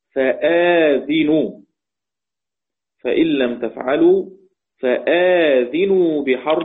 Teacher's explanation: وقل فأذنوا بالمد واكسر فتن صفاء، يعني قرأ حمزة وشعبة فآذنوا، فإن لم تفعلوا فآذنوا بحرب بالمد بعد الهمز ثم كسر الزاي